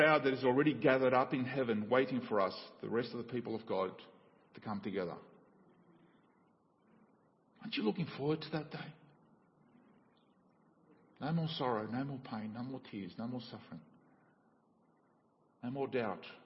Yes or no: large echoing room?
yes